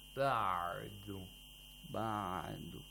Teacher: You first try to pronounce the ayn with rakhawa and quickly with shidda.